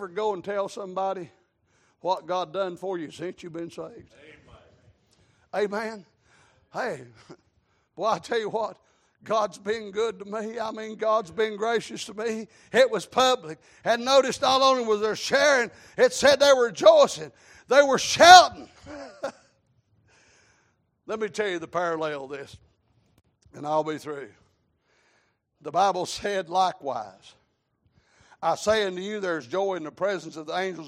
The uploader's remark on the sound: Sunday Evening Service